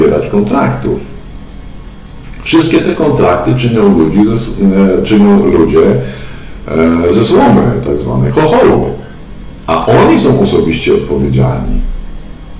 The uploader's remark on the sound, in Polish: Wybaczcie proszę jakość dźwięku.